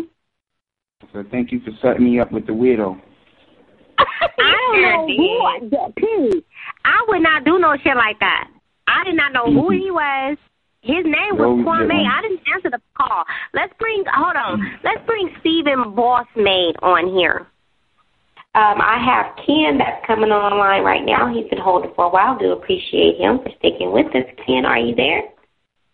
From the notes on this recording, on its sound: …'s Personal Prank Phone Calls Collection.